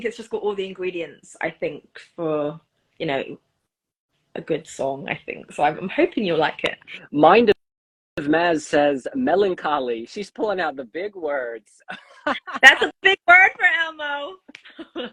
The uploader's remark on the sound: during an Instagram live on September 26